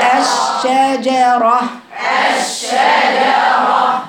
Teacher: الجيم من المخرج الصحيح اللي هو وسط اللسان مع ما يحاذي من الحنك الأعلى